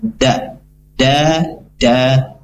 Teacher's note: makhraj huruf dal yaitu di tempat tumbuhnya, ya, gigi seri da, dan tidak menempel ke langit-langit